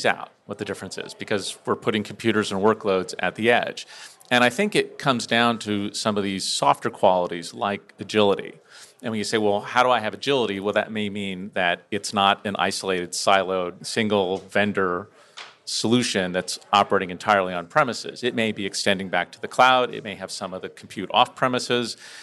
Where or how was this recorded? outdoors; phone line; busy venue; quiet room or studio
busy venue